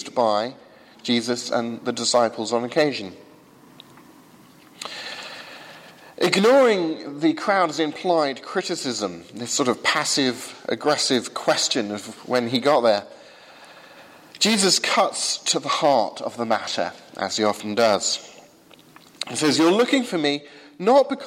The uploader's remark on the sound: Sermon from 8 am service at Highfield Church Southampton